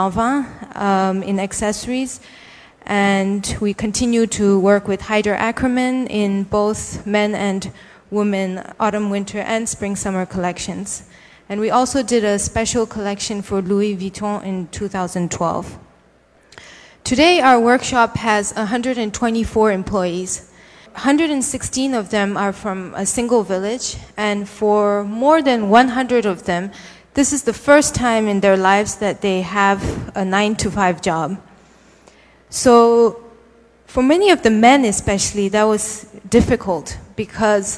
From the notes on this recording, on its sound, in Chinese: 一席现场。